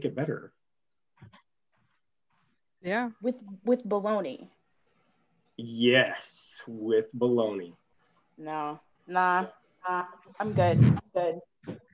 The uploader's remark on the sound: join each other on Zoom